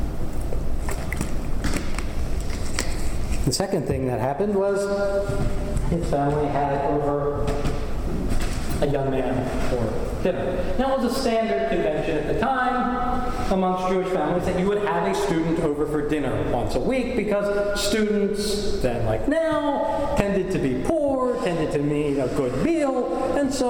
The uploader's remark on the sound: Recording of a lecture. As part of the Graduate Institute Summer Lecture Series.